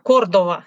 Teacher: Ну, по-испански нет редукции, поэтому Кордова